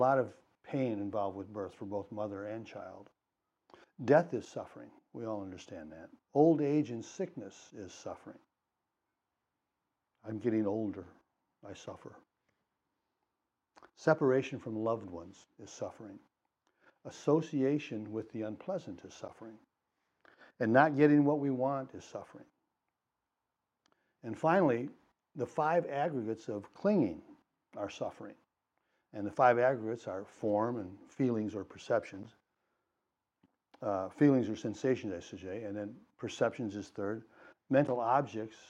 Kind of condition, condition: setting, large echoing room